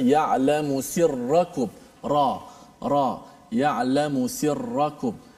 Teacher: inhiraf pada ra ini lencong pada ra sedikit saja berbanding lam